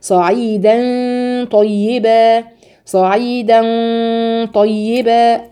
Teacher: بقول الصعيد د خلاص، صعيدا طيبه صعيدا طيبه، ادخل بقى من انتقل بقى من ترقيق الدال على تفخيم الطاء